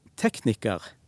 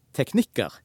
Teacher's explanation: Det er faktisk trykk. For i tekniker, så ligger trykket på første stavelse, og teknikker, så ligger trykket på andre stavelse.